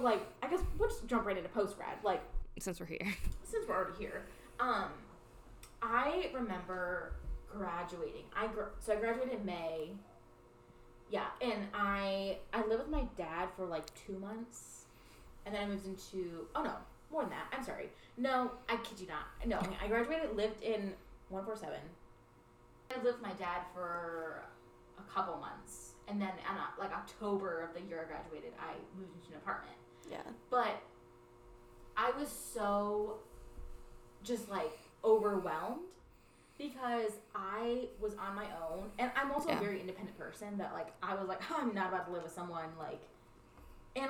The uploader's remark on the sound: Join us in our drunkin' recording. A not-our-best sound quality episode.